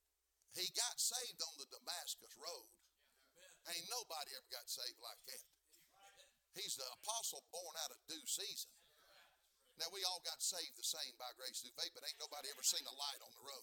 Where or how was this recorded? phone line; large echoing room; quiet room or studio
large echoing room